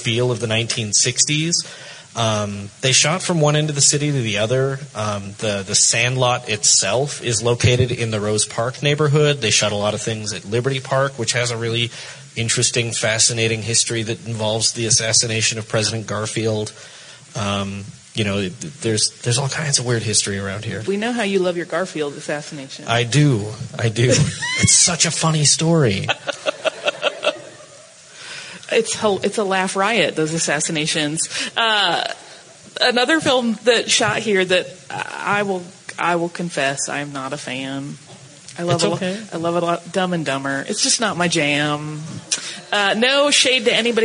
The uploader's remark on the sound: Live From FanX